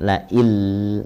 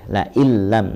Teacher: La il, nah enggak boleh. La illam langsung. Karena dia idgham bila gunnah. · Shown in: second take